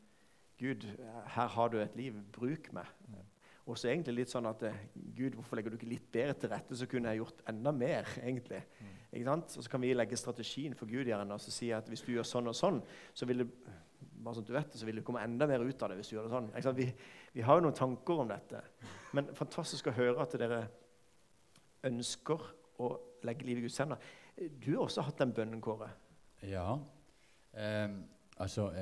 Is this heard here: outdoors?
no